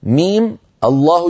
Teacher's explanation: فهنا روي لنا التحريك بالفتح، روى لنا الأئمة كلهم بالقراءات العشر كلها ميم الله يحركون الميم بالفتح